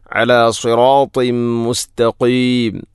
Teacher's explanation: അലാ സിറാത്തിൻ മുസ്തഖീം, അലാ സിറാത്തിൻ ത്വാ, ശേഷം തൻവീനു ശേഷം മീമ് വന്നാൽ ഇദ്ഗാം കാമിൽ, തൻവീനിനെ മീമിലേക്ക് ഇദ്ഗാം ചെയ്യണം.